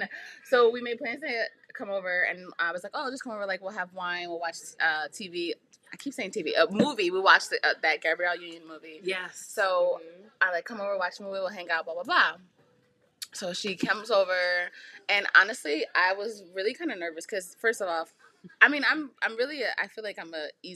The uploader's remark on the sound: I do not own copyrights to the music in the background. Bear with me still working on some kinks with the audio.